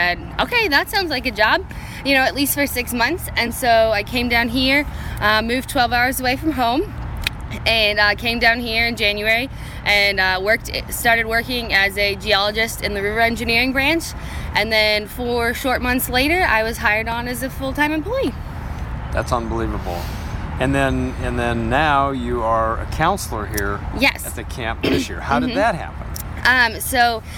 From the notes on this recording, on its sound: Live from the SAME/U.S. Army Engineering & Construction Camp in Vicksburg, Miss.